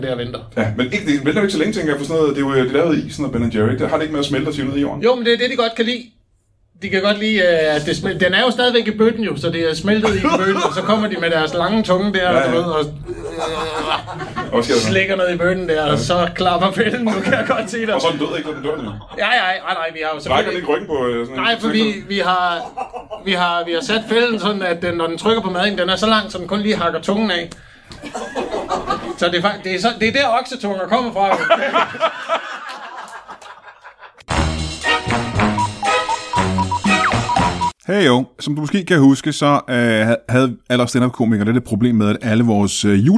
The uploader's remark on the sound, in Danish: LIVE fra Roskilde